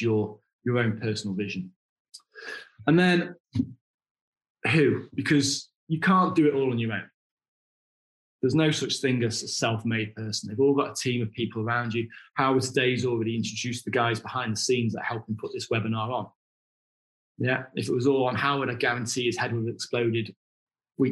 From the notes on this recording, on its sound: Our podcasts are usually recorded live at our weekly online meetings and broadcast around the world! Over at ASANA Connected for their Wealth & Property Summit.